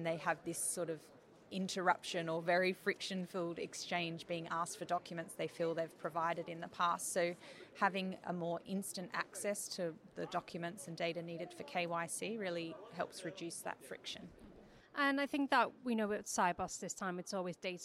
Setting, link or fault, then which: setting, busy venue